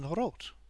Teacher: The R is rolled, as in rot, which means red.